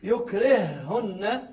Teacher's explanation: إطالة في صوت الهاء، لأن الهاء حرف رخو مهموس